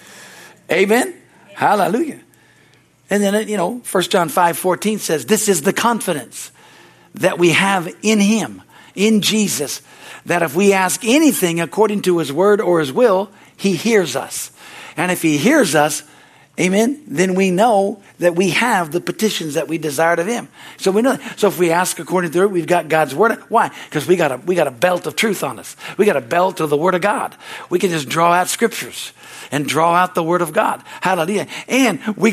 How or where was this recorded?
large echoing room